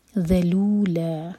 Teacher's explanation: لکم الارض ذلولا، یہاں رکیں گے تو جب ہم فتحہ کی تنوین پر رکتے ہیں تو دو حرکہ کھینچ کر رک جاتے ہیں. ذلولا، اور یہ ذا نہیں پڑھنا اس کو بھی، یہ ذیل آپ کی زبان اوپر والے دانت کو ٹچ کرنی چاہیے اور تھوڑی سی زبان کی ٹپ باہر ہوگی.